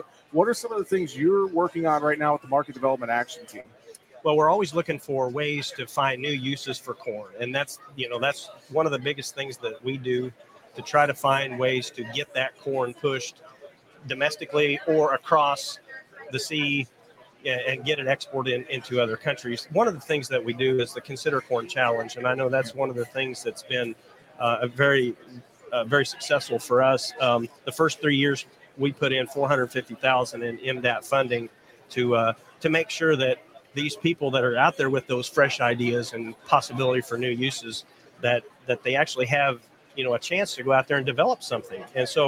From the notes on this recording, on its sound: We broadcast live from Commodity Classic with the National Corn Growers Association.